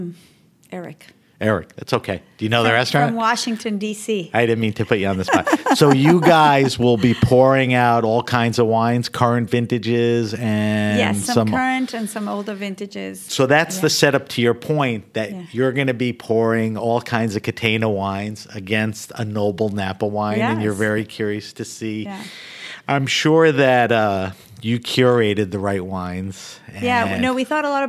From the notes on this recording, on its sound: Travels down to the Naples Winter Wine Festival in Florida to interview winemakers from all over the world. HRN On Tour.